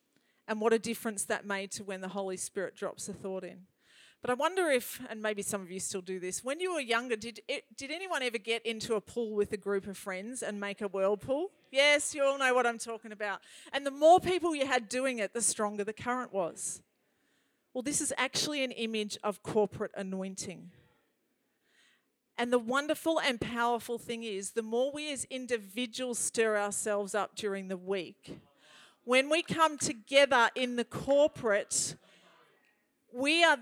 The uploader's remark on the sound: This message was recorded on 30/01/2021 during a Prophetic Activation event.